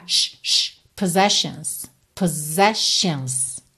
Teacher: E percebe que na segunda vez, o som desses dois S é de S-H. Shh, shh.